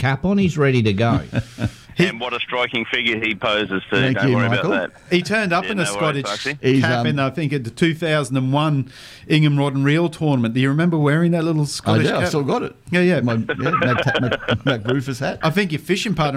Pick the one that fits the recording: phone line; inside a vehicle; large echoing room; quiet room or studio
phone line